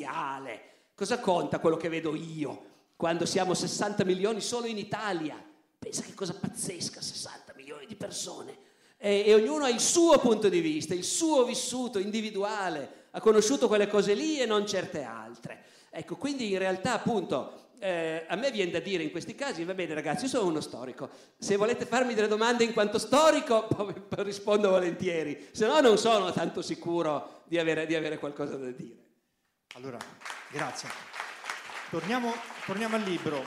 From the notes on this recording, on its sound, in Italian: Roma. Audio registrato in loco.